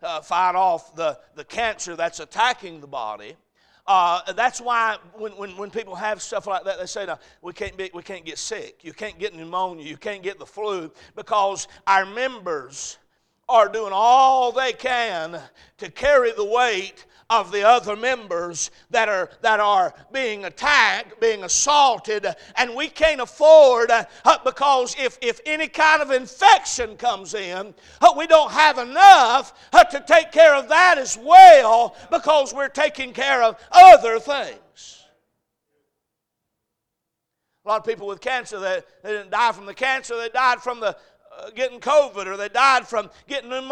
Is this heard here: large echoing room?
yes